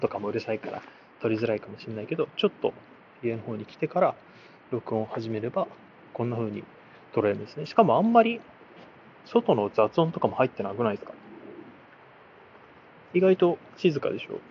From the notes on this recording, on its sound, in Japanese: 歩きながら録るとこんな感じ。From Radiotalk。